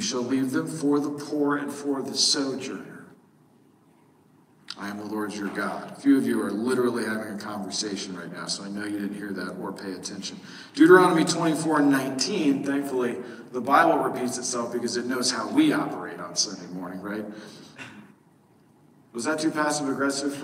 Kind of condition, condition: setting, large echoing room